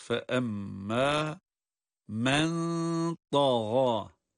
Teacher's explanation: burada cezimli nun kendisinden sonra da harfi gelmesi sebebiyle evet burada ihfa oluyor